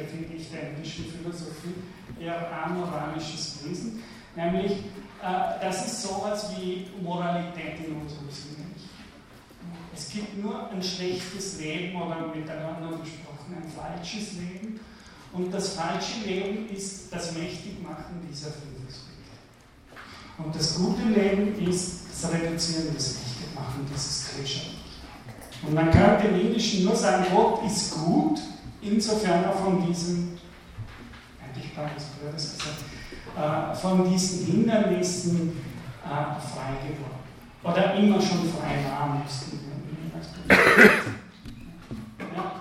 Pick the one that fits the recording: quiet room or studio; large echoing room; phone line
large echoing room